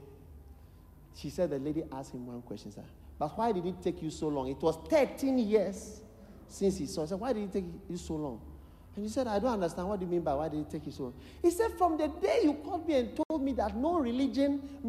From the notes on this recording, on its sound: Preached at the Qodesh